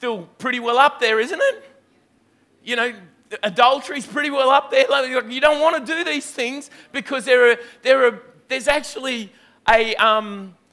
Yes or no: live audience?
yes